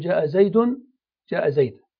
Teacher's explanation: فليس فيه عند الوقف إلا حذف التنوين مع الحركة، فتقول جاء زيد جاء زيد، وفي سلمت على زيد سلمت على زيد.